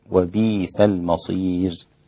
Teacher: يقرأ بإبدال هذه الهمزة ياء، وبيس المصير هكذا.